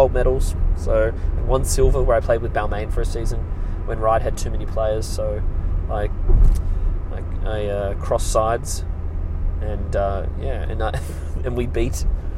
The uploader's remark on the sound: I'm in the car